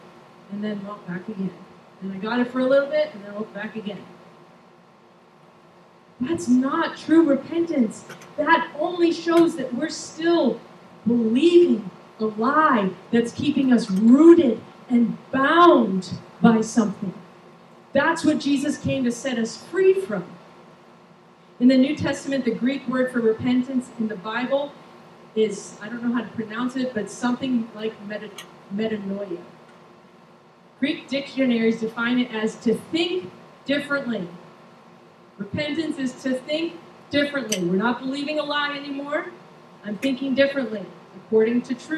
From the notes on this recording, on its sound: Recorded on June 25, 2023 at Crossing Life Church in Carmel, ME.